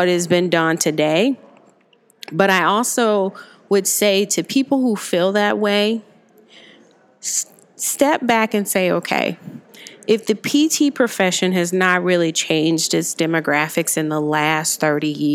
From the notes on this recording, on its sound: LIVE from Graham Sessions 2019 in Austin, Texas